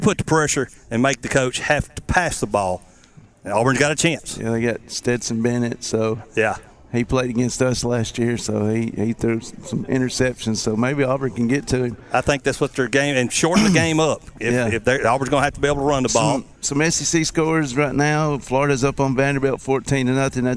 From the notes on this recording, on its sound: Live at the Sportsplex Car Show